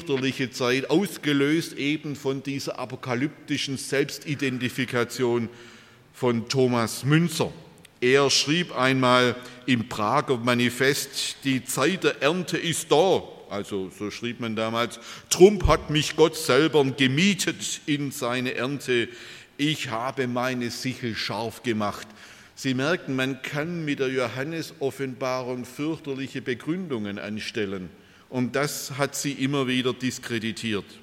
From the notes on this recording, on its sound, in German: bei einer Veranstaltung der Liebenzeller Mission